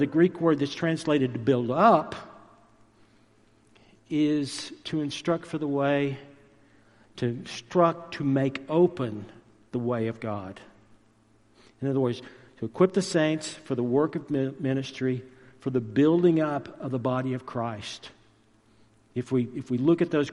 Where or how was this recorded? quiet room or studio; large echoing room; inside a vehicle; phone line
large echoing room